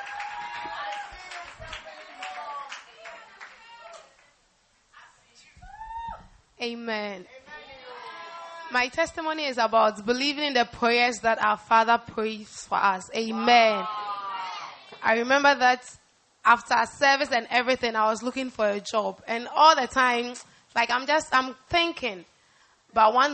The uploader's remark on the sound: Preached at the First Love Church, UPSA